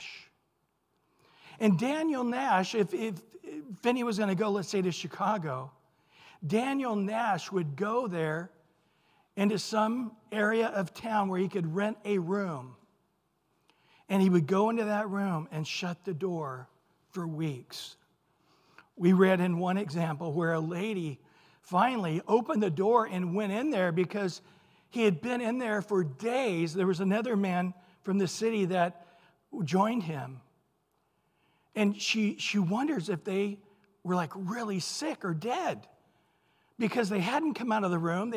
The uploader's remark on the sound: Recorded at Calvary Chapel of Los Alamitos.